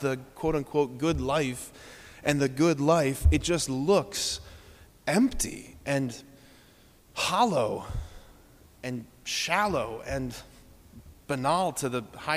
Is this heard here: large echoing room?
yes